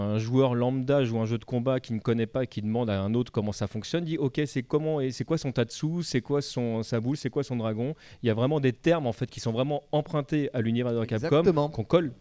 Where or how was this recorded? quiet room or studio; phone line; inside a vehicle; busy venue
busy venue